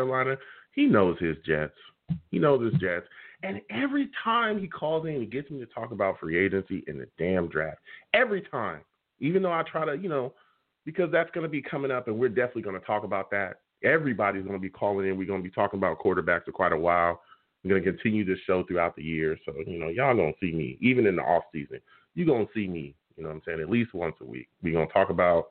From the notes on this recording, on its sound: I’ll also take live callers!